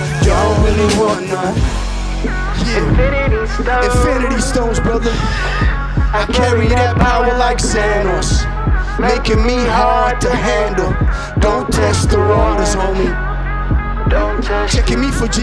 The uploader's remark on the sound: live from ORKZ-Bar!